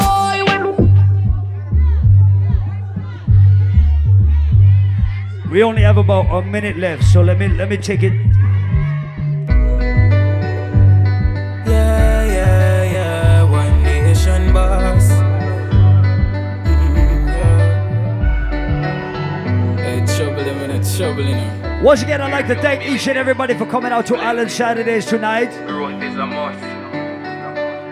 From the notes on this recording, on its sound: Live audio recording from the Island Satudays launch on Saturday July 3rd in Providence, RI